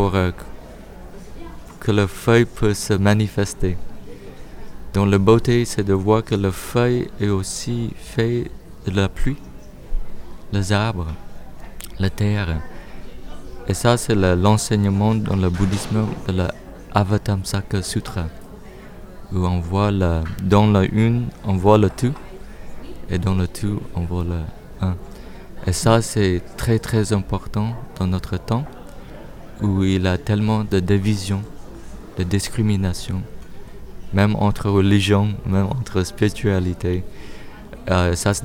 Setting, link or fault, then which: setting, outdoors